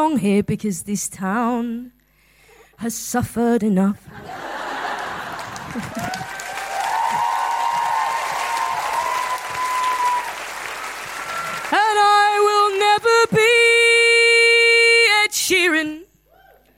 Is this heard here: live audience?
yes